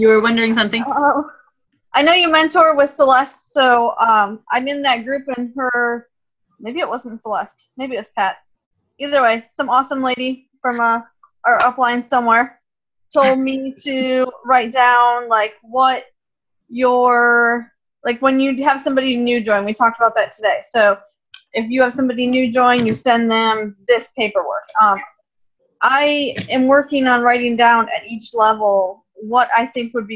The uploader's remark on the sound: Second oldest Zoom call we recorded